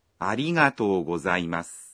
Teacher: Unaposema arigato, irabu ya o kwenye kitamkwa to unairefusha.